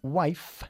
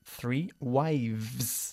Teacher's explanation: La F se convierte en una V